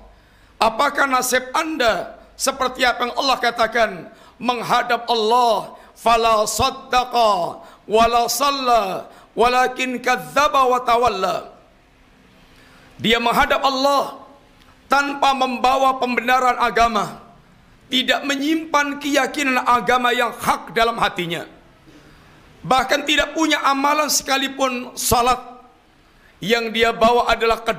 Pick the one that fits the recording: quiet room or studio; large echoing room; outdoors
large echoing room